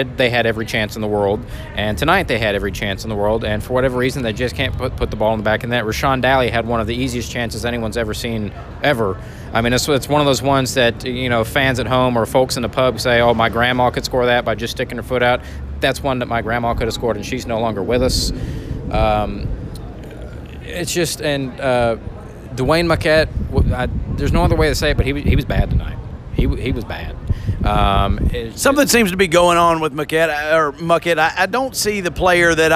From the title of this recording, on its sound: Recorded in an Alley